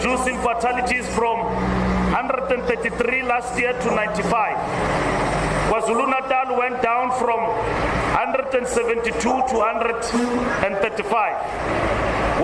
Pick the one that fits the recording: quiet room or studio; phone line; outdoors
outdoors